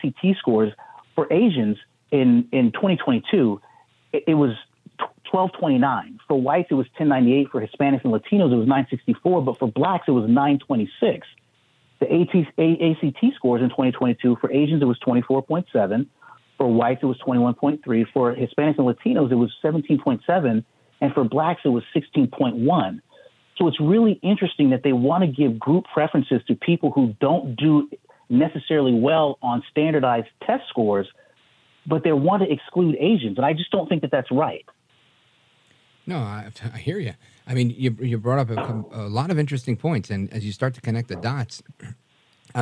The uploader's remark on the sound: we take your calls in open phones across America